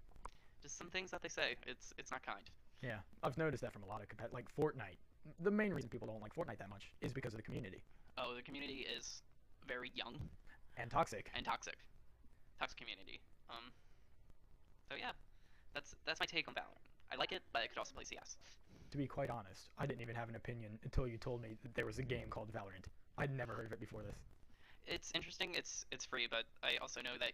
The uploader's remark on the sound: Apologies for any audio discrepancies